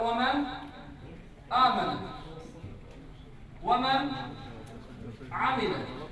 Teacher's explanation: أن لا يكون هناك ركون على النون ولا نأتي بغنة. يعني آلية الإظهار أولاً أن لا تكون غنة في الإظهار.